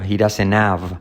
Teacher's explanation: Salto la H, la D como resuave, la T de doesn't no se pronuncia